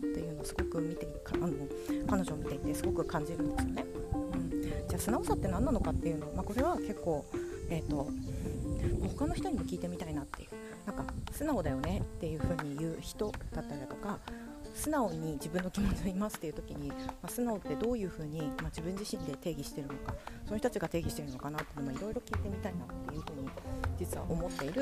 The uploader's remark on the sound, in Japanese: 歩きながらの収録